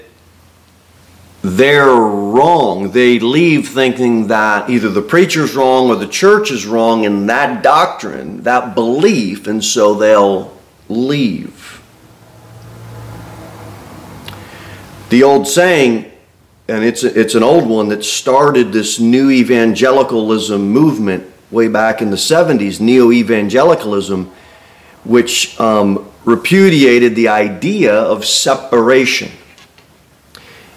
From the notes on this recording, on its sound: Sermon delivered at Pilgrim Baptist Church on Sunday, October 22, 2023, at 2-15 pm. Cookeville, TN 38501.